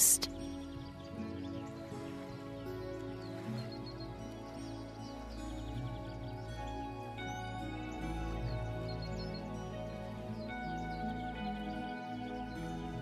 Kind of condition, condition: fault, sounds in the background